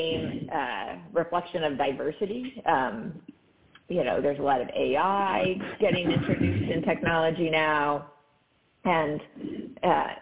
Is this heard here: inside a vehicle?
no